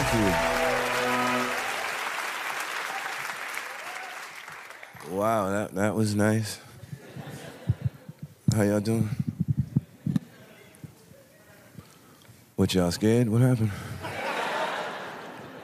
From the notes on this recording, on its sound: Takes the stage and captivates the audience with his unique style of humor and engaging storytelling.